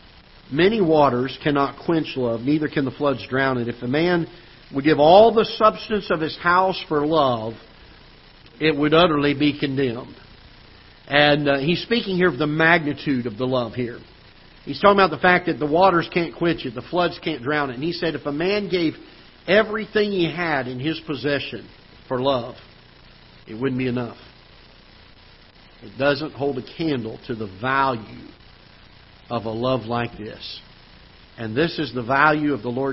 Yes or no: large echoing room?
yes